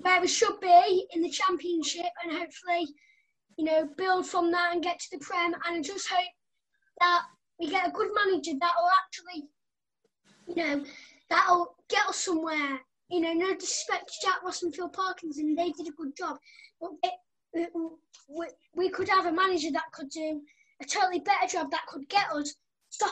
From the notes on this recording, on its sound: The Echo team decided it was about time we held a virtual Christmas Party! We invited some loyal Sunderland fans to join us on a special Zoom call.